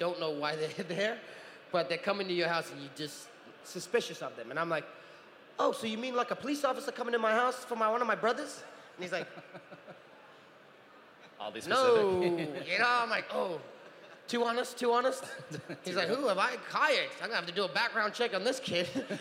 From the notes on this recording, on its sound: At London Comic Con 2018, we had the honour of hosting a Q&A panel